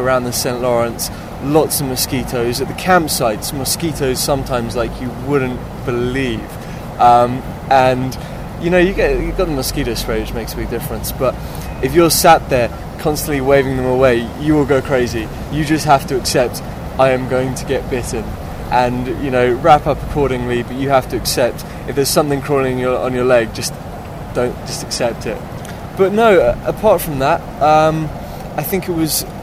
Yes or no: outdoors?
yes